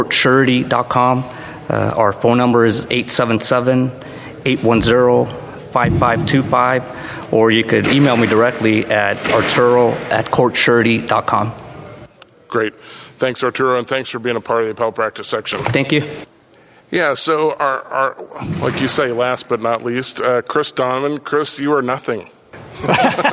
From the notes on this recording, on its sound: This is a LIVE recording following the first in-person Exective Council Meeting in over two years---from the 2022 Florida Bar Convention. Audio quality is alwasy difficult for a live show in an uncontrolled environment.